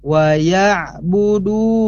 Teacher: ada doma pada huruf dal, kemudian ada wawu sukun, maka harus diayun wa ya'buduna · Term: mad asli